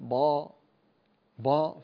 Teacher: فخمت الباء وهي با، لا يوجد با